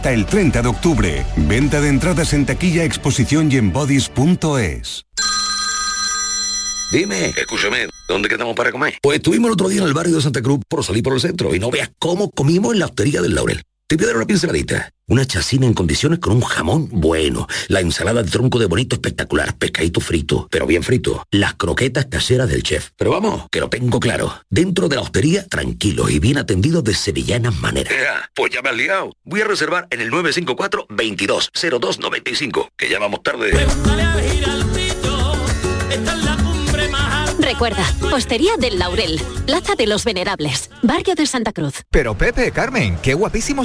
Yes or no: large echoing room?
no